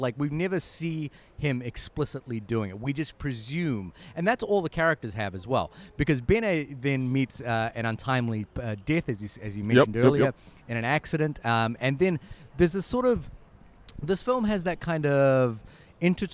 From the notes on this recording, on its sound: Recorded in a cafe in Bilbao, Spain.